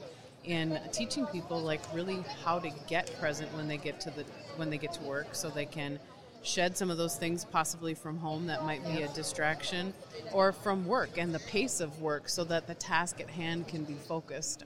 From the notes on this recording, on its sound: live from the floor of the 2019 NSC Expo